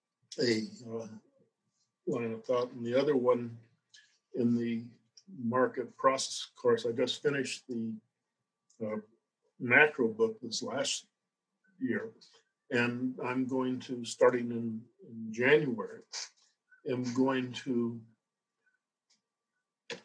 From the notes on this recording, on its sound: Due to the nature of this recording, listeners may find the audio quality reduced for this episode.